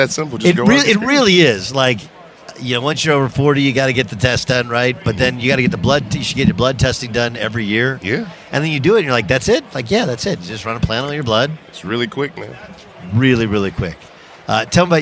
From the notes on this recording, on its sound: live from Radio Row at Mandalay Bay in Las Vegas